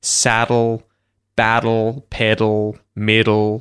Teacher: it actually releases the sides of the tongue away from the teeth and goes into an L · It's in a lot of these words with a D and then an L or a T and then an L. You're going to have the syllabic L with or without lateral release.